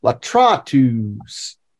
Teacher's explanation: You still accent the second to the last syllable. Latratus. Hold it a little longer.